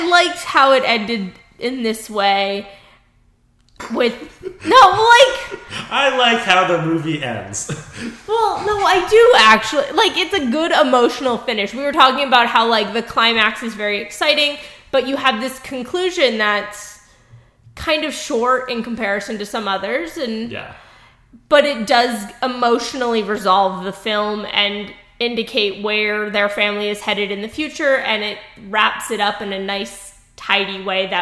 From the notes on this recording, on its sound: Sorry the audio is super echo-ey in this episode!